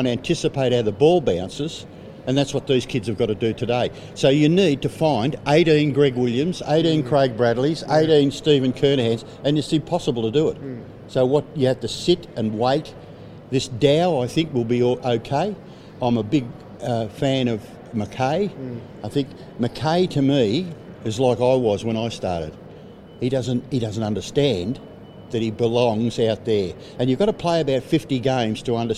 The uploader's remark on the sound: Speak to several Blues greats from the Carlton Hall of Fame and 1968 Premiership Reunion event at Etihad Stadium.